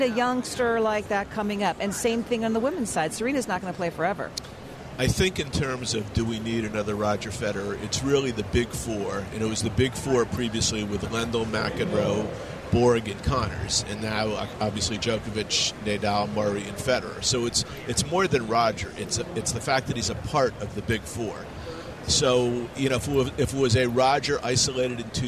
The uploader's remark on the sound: Live from the 2016 US Tennis Open in Flushing, Queens NY.